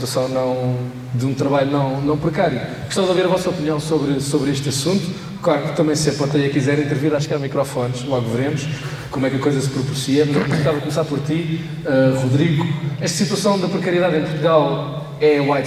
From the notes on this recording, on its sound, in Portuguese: gravado em direto a partir do festival Rabirruivo em Tomar